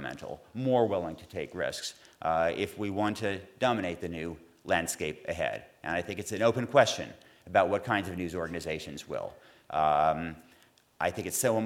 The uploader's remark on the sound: The 2013 Goldsmith Awards Ceremony. Addressed the audience.